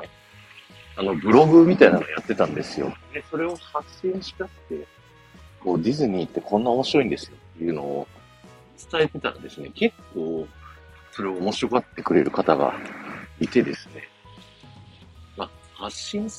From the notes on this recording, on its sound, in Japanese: 駅に向かってる最中に録ったので音質悪いです